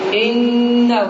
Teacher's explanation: Bu zaman iki erke miktarında uzadılır ve ses gunne edilir. اِنَّهُ Ses tamamıyla burundan telaffuz olunur.